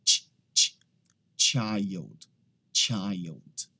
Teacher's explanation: Aqui algumas pessoas acabam falando child. Então, aquele CH ali, ele não tem o som de sh. Ele tem o som de ch, ch.